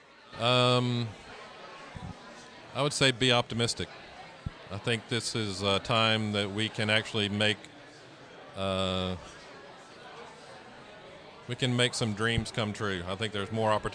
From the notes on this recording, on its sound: Live at Creative South